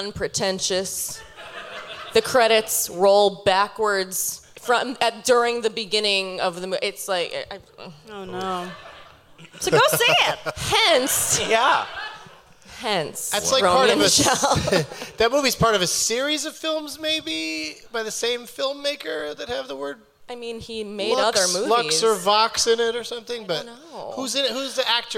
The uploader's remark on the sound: Live from the Gramercy Theatre in New York City.